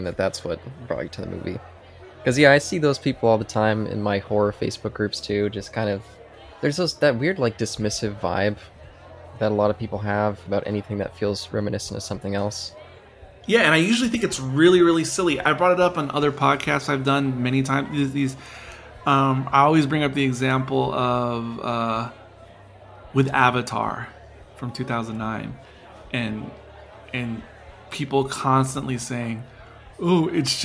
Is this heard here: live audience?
yes